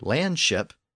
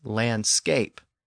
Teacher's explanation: the SH sound had evolved in English out of the original Germanic SK sound